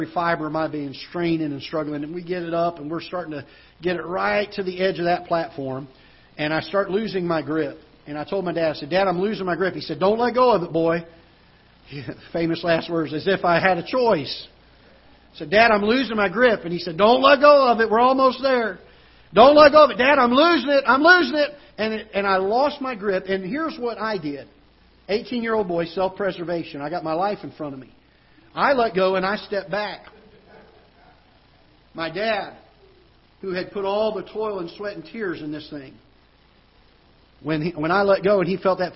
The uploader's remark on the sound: Ketha Heights Baptist Church ~ Live Broadcast